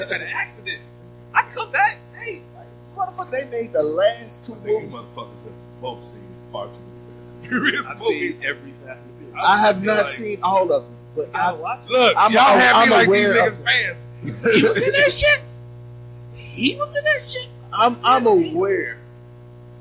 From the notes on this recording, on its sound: Excuse the technical difficulties, we had some sound quality issues.